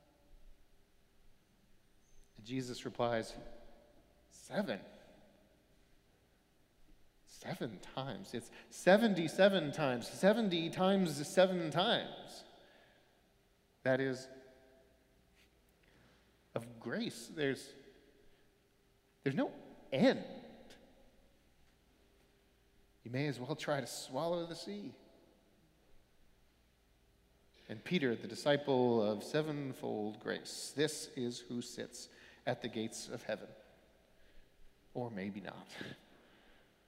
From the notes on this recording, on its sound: Sermons from Old South Church in Boston